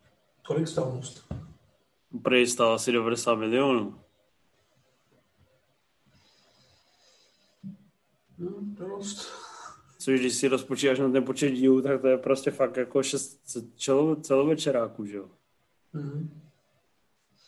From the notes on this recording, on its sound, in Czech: Tenhle pokec vzniknul jako after párty jednoho z MovieZone Live. Zapomněl klukům vypnout Zoom.